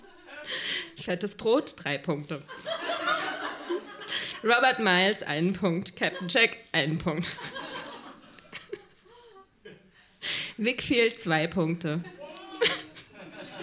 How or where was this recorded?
live audience